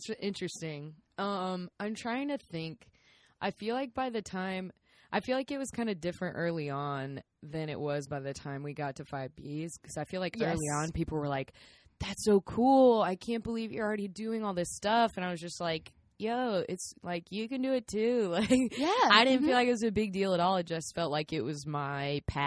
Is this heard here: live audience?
no